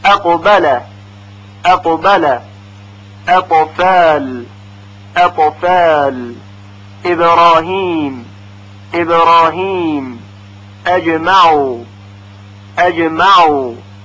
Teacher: به این حالت قلقله صغرا گفته میشه، یعنی مقدار قلقله و جنبش در مخرج کمتر از قلقله کبرا هست